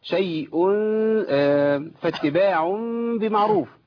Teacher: لان انا بقلب النون الساكنه او التنوين الى ميم وبخفي الميم في الباء · Term: اقلاب